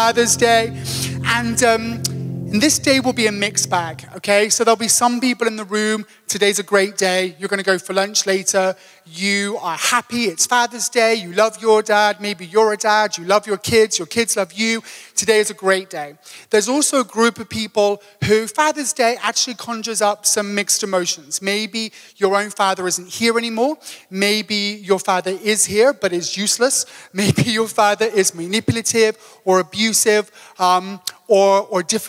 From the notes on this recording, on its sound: Table View AM. Recorded live on Sunday 18th June the 2023.